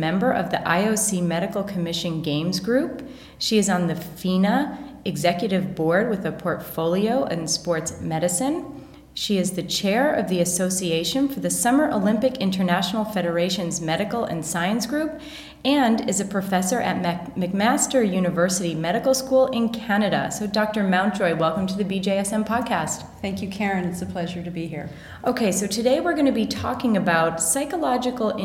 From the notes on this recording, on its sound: LIVE from the IOC World Conference in Monaco